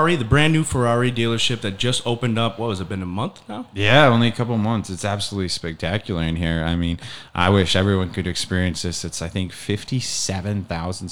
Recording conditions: busy venue